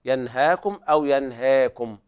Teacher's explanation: وقرأ ورش هنا بفتح ذات الياء وتقليلها، فلو فيها الخلاف ينهاكم أو ينهاكم بتقليل هذه الألف المرتبة التي بين الفتح والإمالة